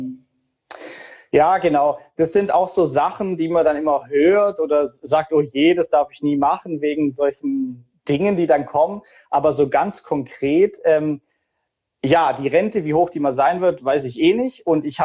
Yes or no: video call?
yes